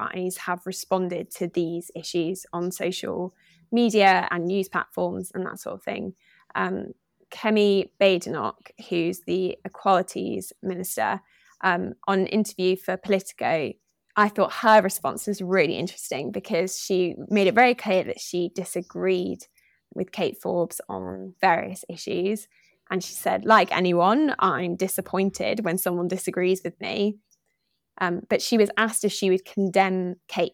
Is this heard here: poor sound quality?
no